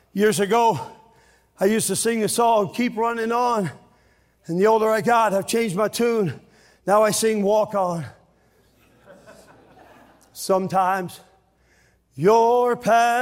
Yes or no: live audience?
yes